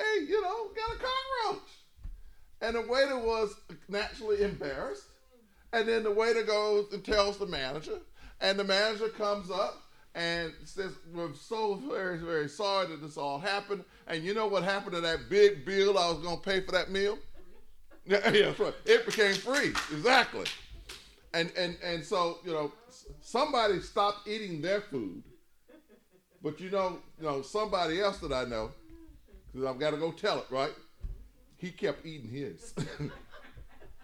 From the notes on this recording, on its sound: In a sermon recorded live at New Bethel